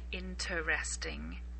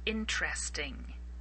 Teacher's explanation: with the word interesting, most native speakers will not pronounce the first E. · Shown in: second take · We very rarely say interesting.